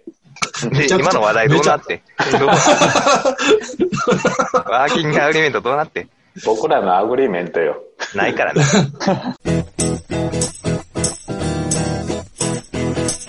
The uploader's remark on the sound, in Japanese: 今回も Zoom によるリモート収録です。